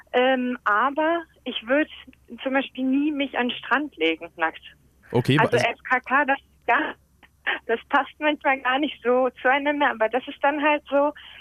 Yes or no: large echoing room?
no